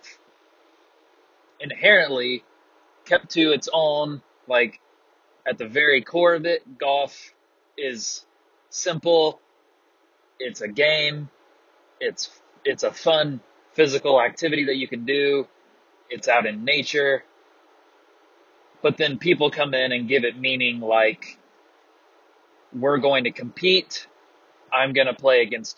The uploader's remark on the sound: Pardon the horrendous sound quality. Sometimes you're just driving down the road with headphones.